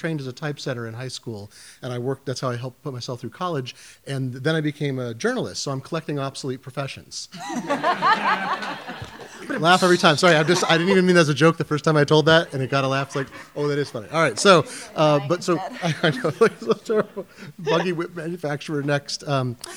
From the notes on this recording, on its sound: At Brick & Mortar Books in Redmond, Washington, in front of a live audience.